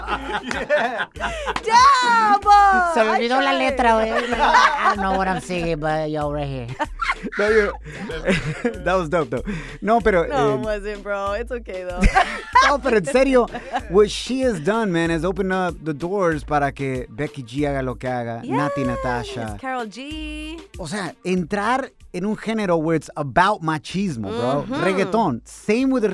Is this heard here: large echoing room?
no